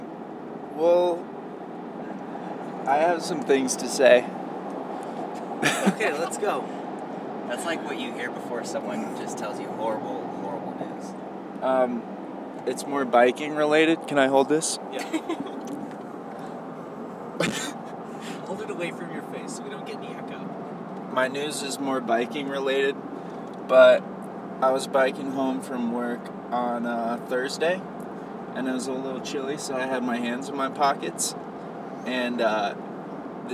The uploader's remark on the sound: This episode was recorded in the spring of the 22/23 season while driving up to Vail. You'll feel like you're right there in the car with us.